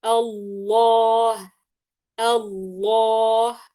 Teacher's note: يعني أقصى اللسان مرتفع ووسط اللسان مقعر. أقصى اللسان مرتفع والحافة مرتفعة، فجاي وسط اللسان بشكل عميق قليلا، فهذا طبعا شكل اللسان عند اللام المفخمة.